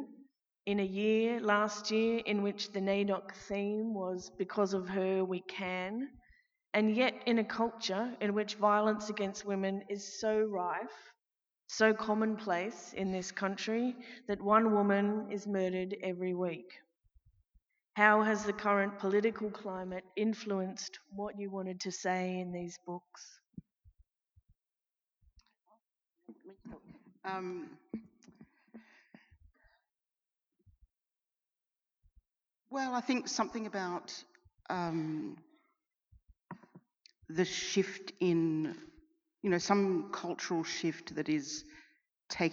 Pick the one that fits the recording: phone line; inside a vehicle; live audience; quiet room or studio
live audience